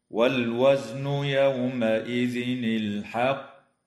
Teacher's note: اللام في كلمة والوزن وفي كلمة الحق تسمى لام أل، وحكمها الإظهار القمري، ويجوز الوقف على كلمة الحق من قبيل الوقف الحسن مع مراعاة قلقلة القاف مشددة